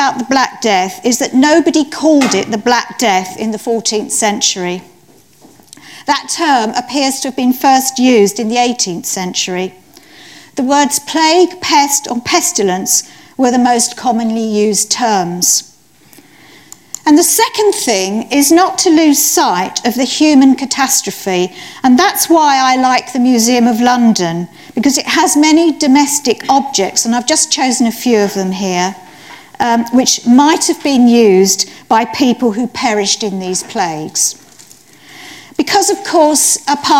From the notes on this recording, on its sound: Lunch Hour Lectures on Tour at The Museum of London